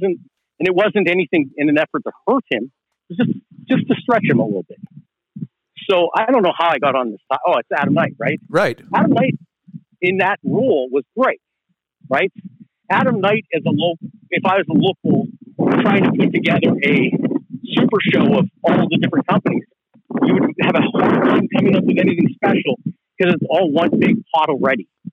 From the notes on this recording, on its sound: did his part in the midst of an 8km walk and it sounds like he’s in a wind tunnel